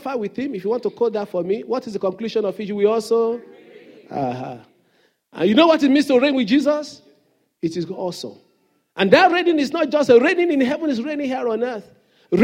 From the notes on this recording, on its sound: Sunday Service message preached. Fountain of Love, RCCG Aberdeen, UK.